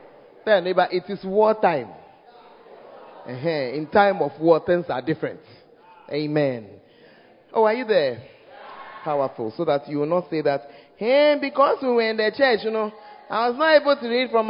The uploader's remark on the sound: Preached At The First Love Center, Ayeduase (Times of Refreshing Service).